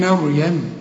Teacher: هنا في ناس تيجي تقول لك يا اما مريم او تقول لك مريم، والاثنين خطا. احنا بنرقق الميم ونفخم الراء